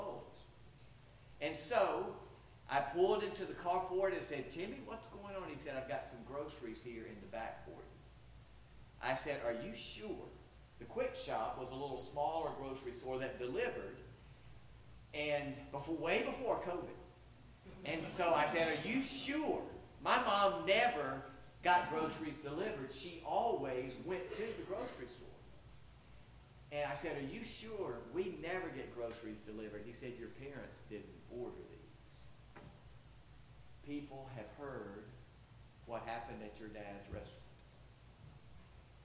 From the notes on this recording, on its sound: Sorry if there are technical issues (low volume) with this one.